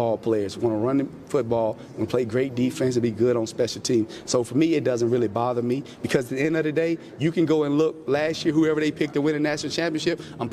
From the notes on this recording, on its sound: live from SWAC Media Day in Birmingham, Alabama